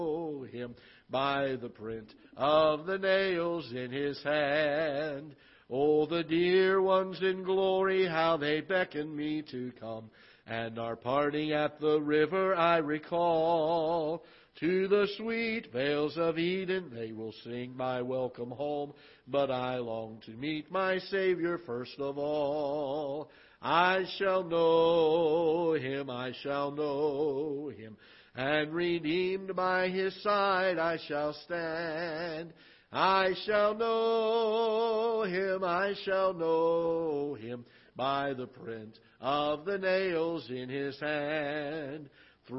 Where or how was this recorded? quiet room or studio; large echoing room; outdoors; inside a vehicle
large echoing room